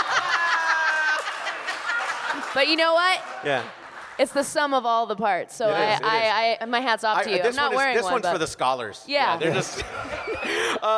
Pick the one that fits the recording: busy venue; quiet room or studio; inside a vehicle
busy venue